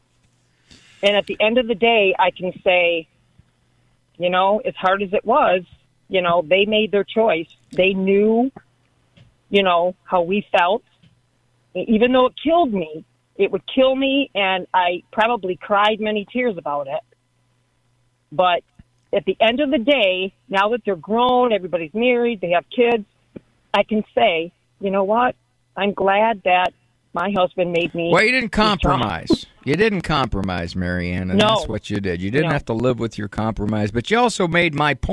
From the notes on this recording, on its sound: takes phone calls